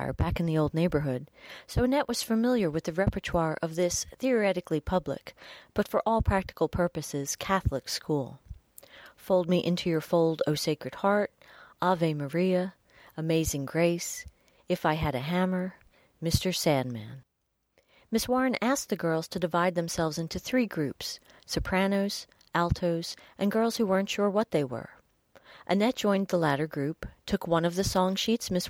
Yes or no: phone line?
no